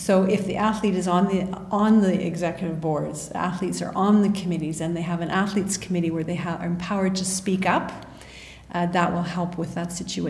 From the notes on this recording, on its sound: LIVE from the IOC World Conference in Monaco